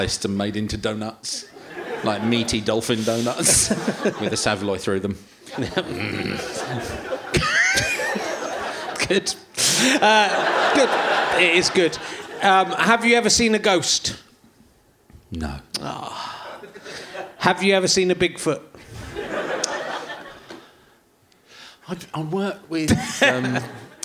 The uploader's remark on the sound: Leicester Square Theatre Podcast